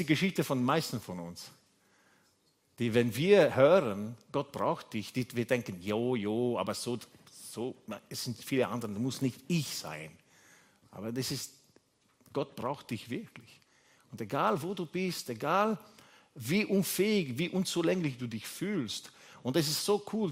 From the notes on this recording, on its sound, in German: Gottesdienst live aus der LIFE Church Wien.